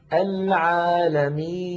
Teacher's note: النون في آخر العالمين عند الوقف عليها تسكن، فيصير زمنها مساويا لزمن العالمين، ففيها جريان ضئيل للصوت